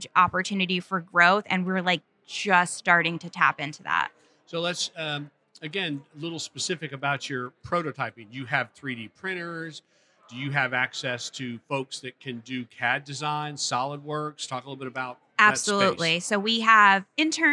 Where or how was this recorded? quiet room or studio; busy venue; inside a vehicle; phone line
busy venue